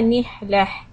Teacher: Stop on تاء مربوطة، make the ها sound.